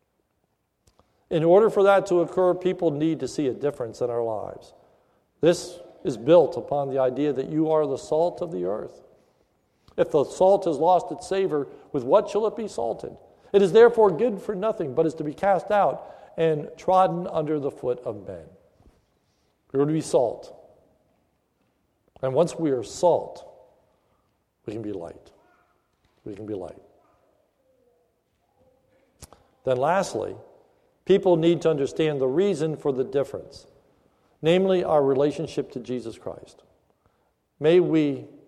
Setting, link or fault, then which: setting, large echoing room